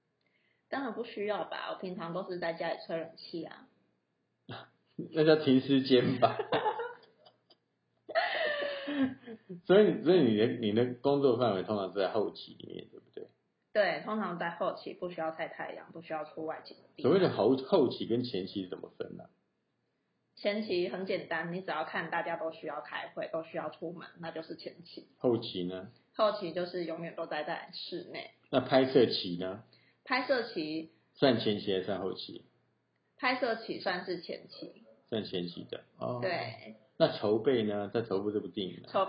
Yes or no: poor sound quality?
yes